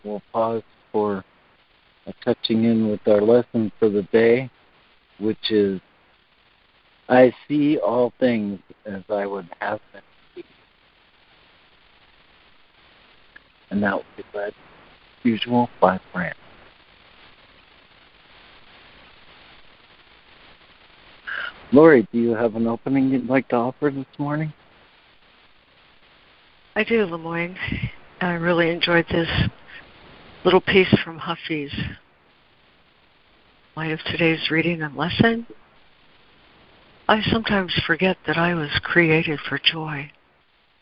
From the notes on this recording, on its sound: ACIM Daily Conference Call